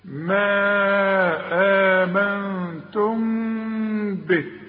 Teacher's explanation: انما عند الوصل دي ميم مجردة من التشكيل، بعدها به بيحصل اخفاء مع الغنة، ما تضمش شفايفك، ما تقفلش شفايفك، يحصل انفراد في الشفايف